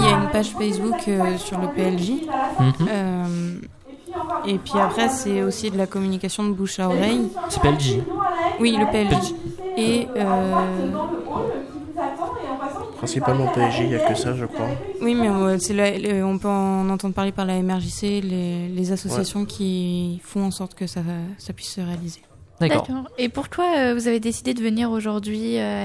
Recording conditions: busy venue